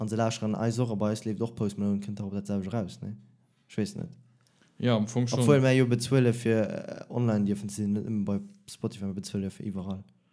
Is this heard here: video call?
no